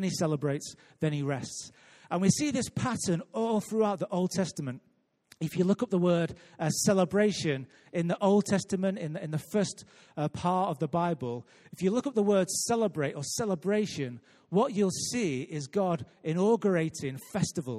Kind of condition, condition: setting, large echoing room